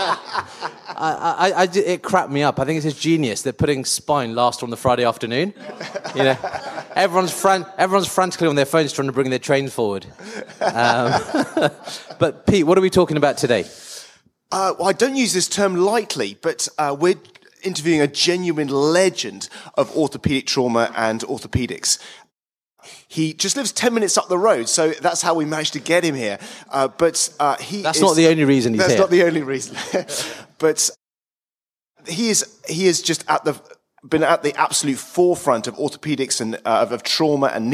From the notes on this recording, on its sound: Join us for this special LIVE edition of the Orthohub STORIES podcast. Recorded at the annual BOTA 2023 Congress.